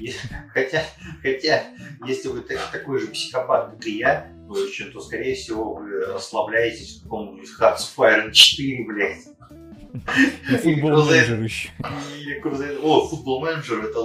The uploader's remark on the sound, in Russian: Второй выпуск подкаста Духовка родился в муках перезаписи. В этот раз нас настигли некоторые проблемы со звуком.